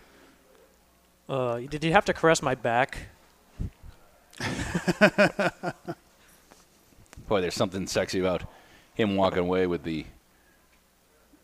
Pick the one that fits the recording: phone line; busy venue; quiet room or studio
busy venue